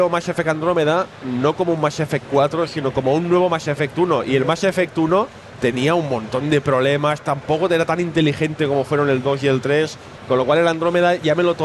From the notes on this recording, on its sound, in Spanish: En directo mustio desde la RetroBarcelona. Lamentablemente tuvimos un problema técnico y aunque durante el directo todo sonaba correctamente. Nos tememos que durante el episodio váis a oír a ratos a un señor quejándose de fondo al que casi no se le oye.